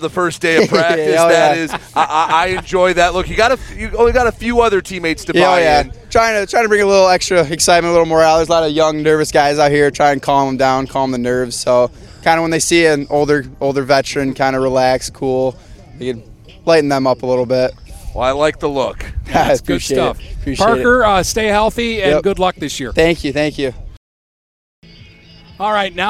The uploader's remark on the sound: Live From Marine City Football Camp!